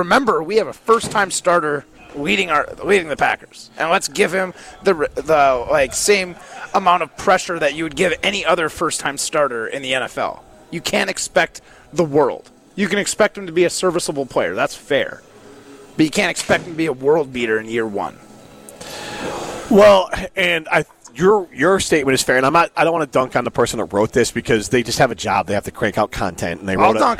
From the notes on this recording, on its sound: The guys are live from X-Golf in Madison